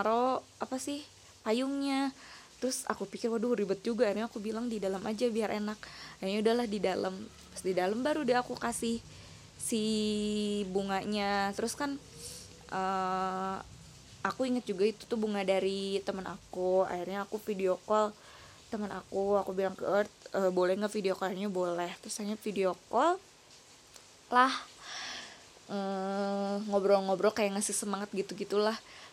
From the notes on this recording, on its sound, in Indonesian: Maaf kresek kresek itu suara hujan.